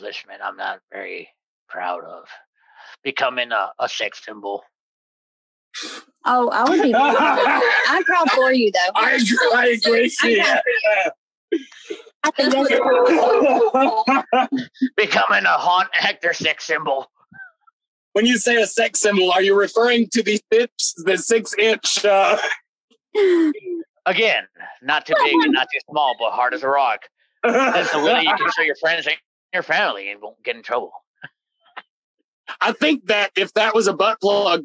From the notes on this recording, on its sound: This is pure chaos and the sound wasn't the best but it is hilarious!